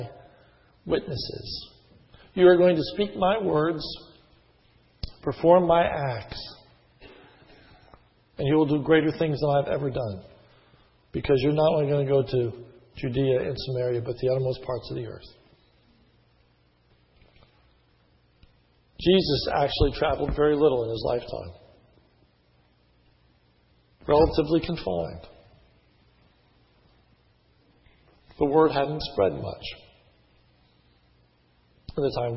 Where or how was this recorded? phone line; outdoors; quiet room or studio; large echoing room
large echoing room